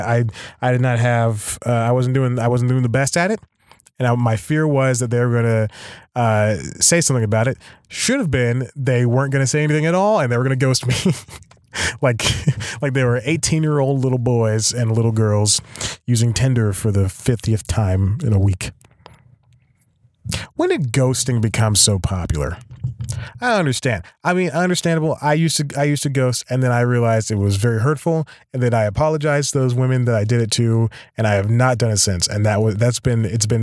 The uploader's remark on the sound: Not even rain or being forced to record in the car (again) can stop this bad boy of podcasting!